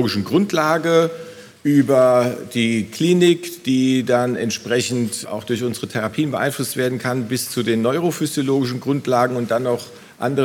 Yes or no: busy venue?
yes